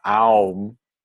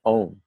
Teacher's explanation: the o, the diphthong o, is actually a plus u. · Shown in: second take · It's not aum, the word is om.